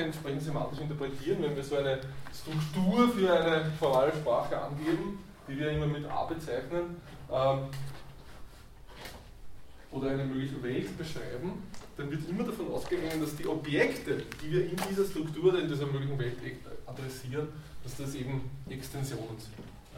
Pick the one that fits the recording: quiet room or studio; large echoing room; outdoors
large echoing room